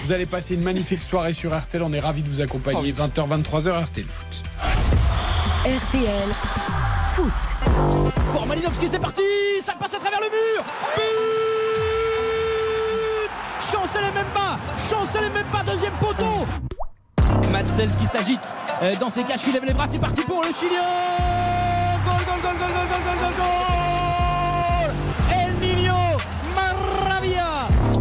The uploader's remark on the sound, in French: Pour trois heures de direct. En direct de Auguste-Delaune.